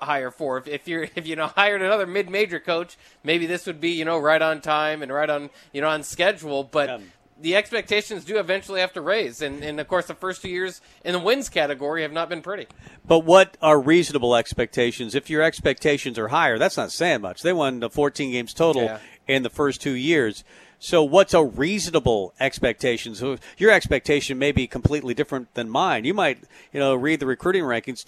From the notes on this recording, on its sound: Tailgate Tuesday live from Chick-Fil-A